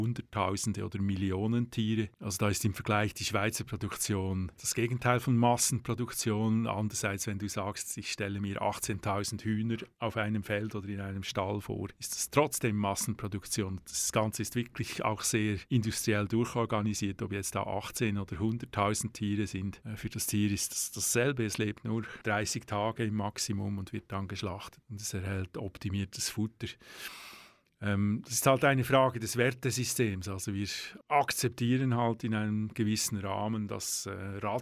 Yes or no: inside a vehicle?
no